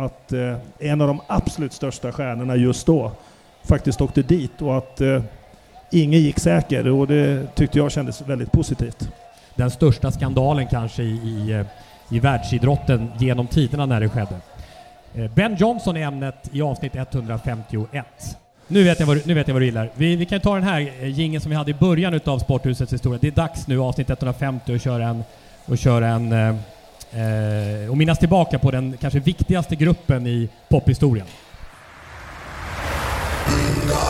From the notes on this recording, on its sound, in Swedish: Inspelning inför publik i samband med friidrottsgalan i Karlstad.